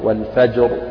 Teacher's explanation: راء ساكنة قبلها ساكن وقبله فتح فتفخم